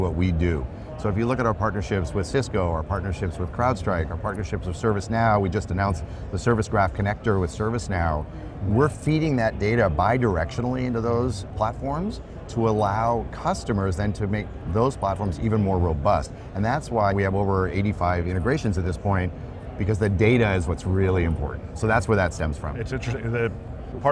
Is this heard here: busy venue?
yes